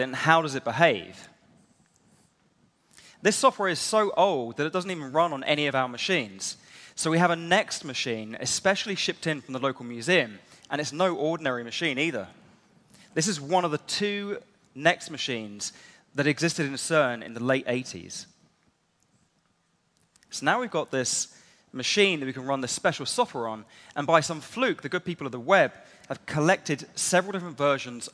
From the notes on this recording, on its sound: delivered at the Fronteers conference in Amsterdam in October 2019